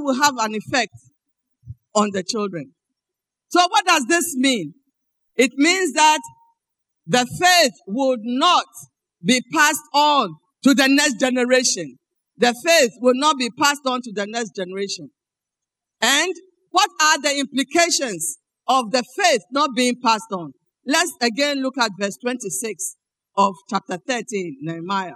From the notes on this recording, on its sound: Sermon preached at CBC Adabraka Campus